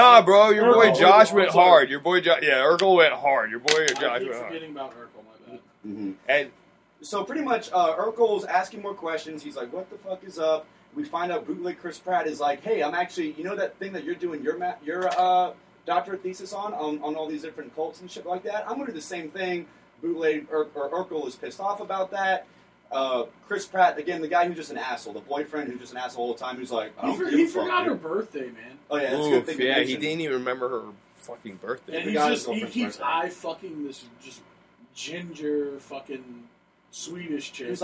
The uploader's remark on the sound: We were having some issues with audio